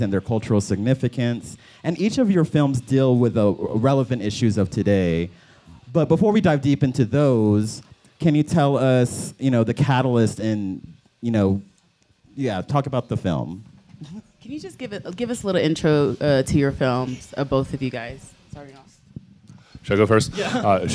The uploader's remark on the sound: Live from Sundance!